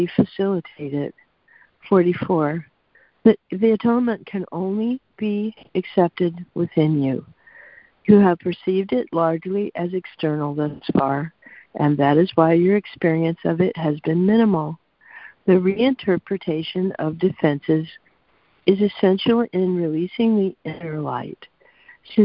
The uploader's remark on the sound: ACIM Daily Conference Call.